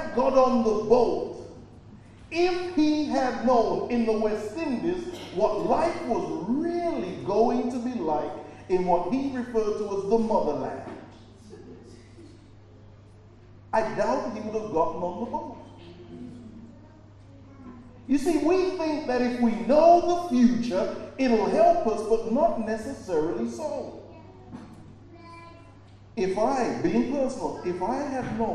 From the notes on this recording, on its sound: preached at Birmingham Fellowship Church